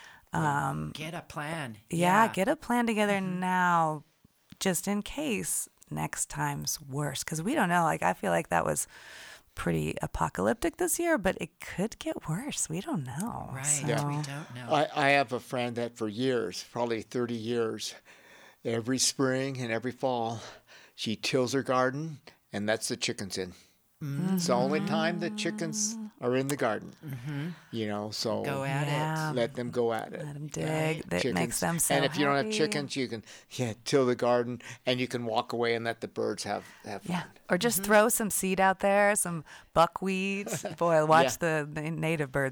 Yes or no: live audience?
no